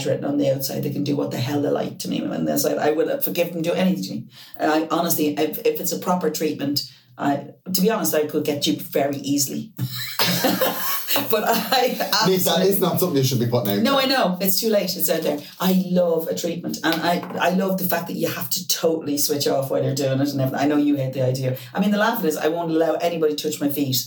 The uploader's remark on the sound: Pressed the wrong button on the desk when recording and there was a mic problem.